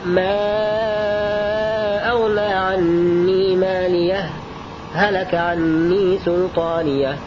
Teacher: فيكون على وجه عدم النقل إظهار هاء مالية وذلك بسكتة لطيفة. وإذا قرأت بنقل حركة الهمزة إلى الهاء وجب إدغام هاء مالية هلك هكذا.